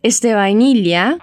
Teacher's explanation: Mas começa com V. Como esse V vem depois de uma vogal na frase, você já sabe, você só aproxima os lábios para falar.